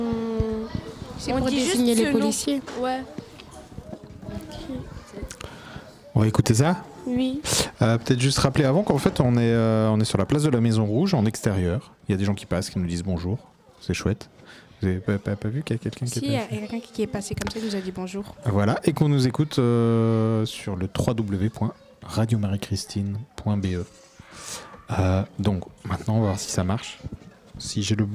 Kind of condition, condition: setting, outdoors